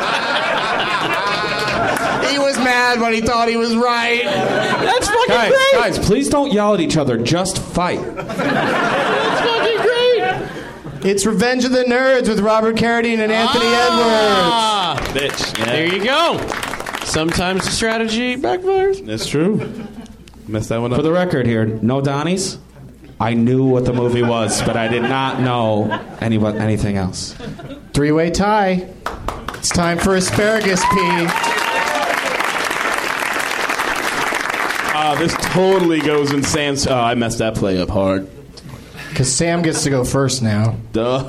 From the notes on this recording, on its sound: Recorded live at the NerdMelt Showroom in Los Angeles, California on February 22, 2015.